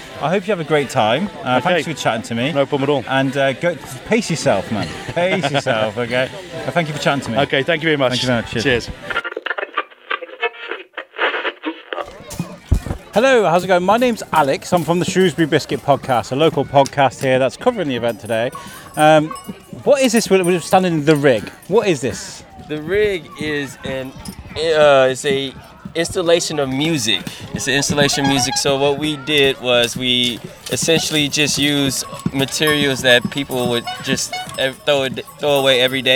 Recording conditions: outdoors